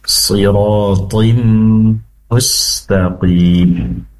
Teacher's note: Pastikan siratim mustaqim, dengungnya lebih lama karena di situ ada tanwin bertemu dengan mim · Term: idgham bigunnah